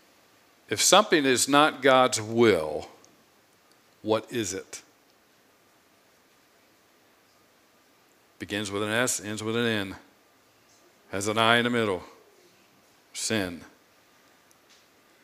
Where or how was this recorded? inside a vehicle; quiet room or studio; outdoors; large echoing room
large echoing room